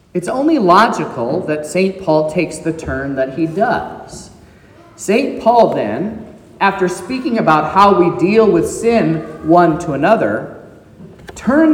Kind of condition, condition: setting, large echoing room